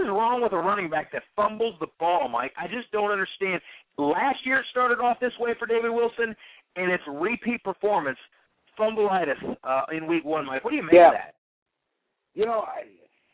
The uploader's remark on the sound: Call-in Show